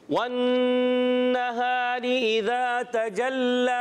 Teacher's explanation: تجلا کھڑی حرکات کو ایک الف کھینچ کر ادا کریں گے لام پر تشدید بھی ہے ذرا رک کر ادا کریں گے